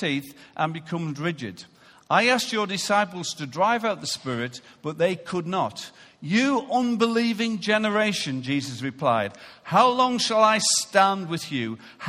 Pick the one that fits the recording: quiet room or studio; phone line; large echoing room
large echoing room